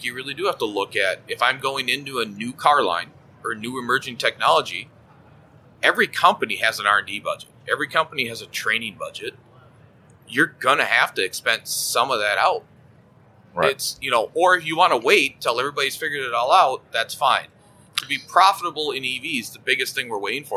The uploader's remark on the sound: LIVE from AAPEX 2021